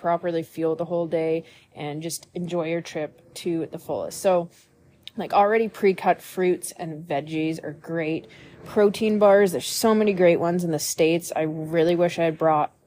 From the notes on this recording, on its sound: Live from the Calgary Int. Airport.